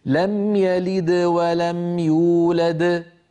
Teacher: فالدال الأولى بعدها حروف فقلقلتها صغرى ولو كانت هي الحرف الأخير في الكلمة. يولد موقوف عليها، إذن قلقلتها كبرى.